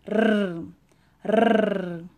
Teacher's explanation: O som vibrante é quando a língua vai lá no céu da boca, formando esse som assim, ó.